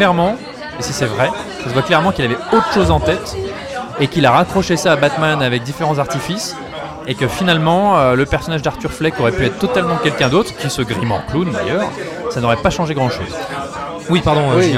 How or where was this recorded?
busy venue